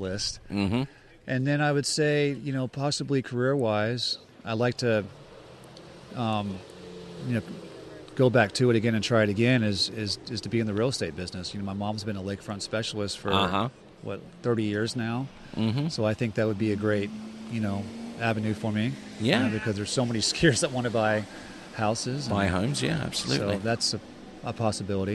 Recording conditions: busy venue